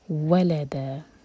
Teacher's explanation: تو پہلے واو پر زور نہیں دیں گے، سیکنڈ واو پر زور دیں گے